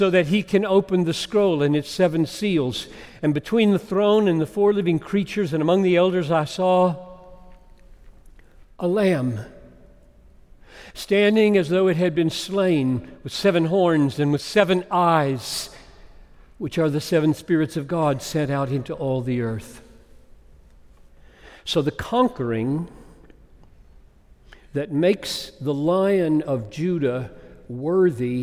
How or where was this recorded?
large echoing room